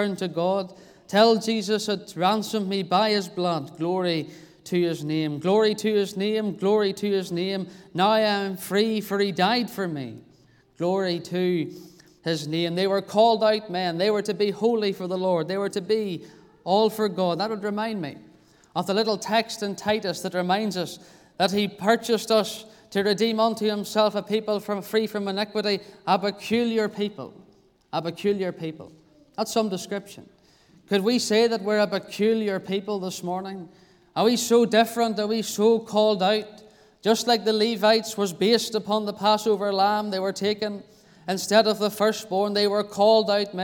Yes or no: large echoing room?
yes